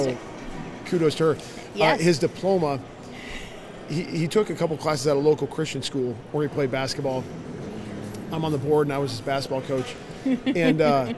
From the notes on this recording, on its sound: LIVE from CPE 2022!